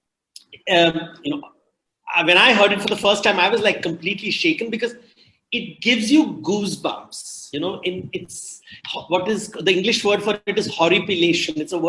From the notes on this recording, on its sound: This episode is the audio version of a live online session from #JLFToronto2020.